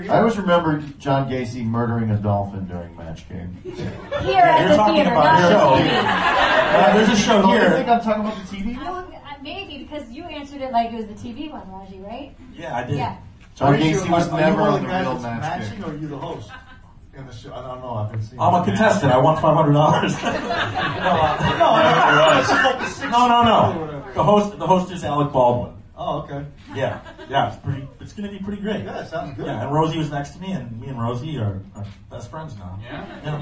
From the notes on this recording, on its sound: Live from DCM18: The Del Close Marathon.